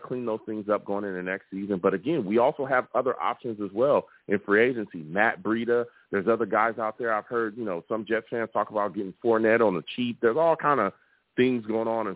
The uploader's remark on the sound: I also take live callers!